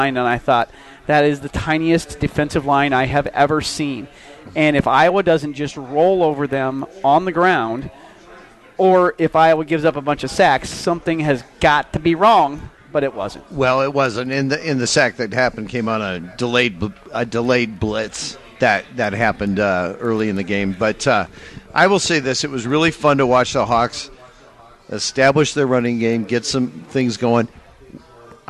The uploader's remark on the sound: the technology challenges of doing the show live at the Chicken Coop in Urbandale